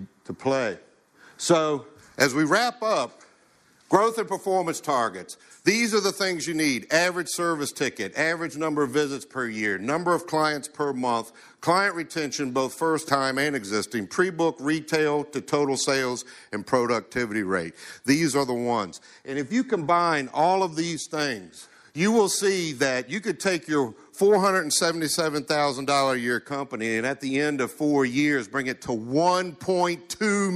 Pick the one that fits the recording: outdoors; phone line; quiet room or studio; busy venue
busy venue